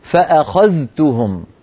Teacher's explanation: إذا قلت فأخذتهم هذا ورش. حفص يظهر الذال عند التاء فيقول فأخذتهم.